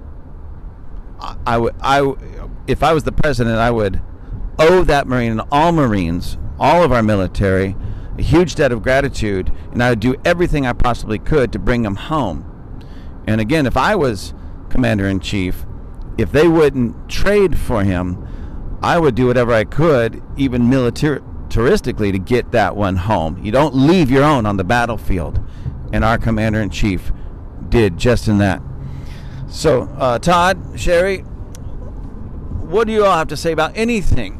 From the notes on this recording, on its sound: This is a conversation we had in the car coming home from a short vacation.